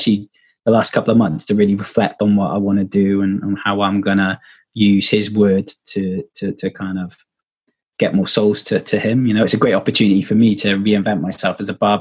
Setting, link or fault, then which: link, video call